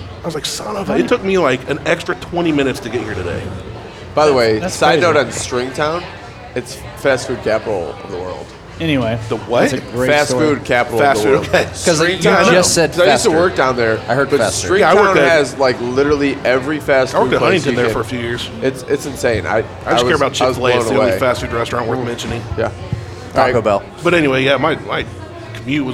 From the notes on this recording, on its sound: We were lucky enough to be invited on location at Balboa’s in Grandview.